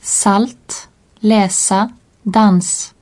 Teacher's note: Le S est toujours sourd et se prononce comme dans poussin.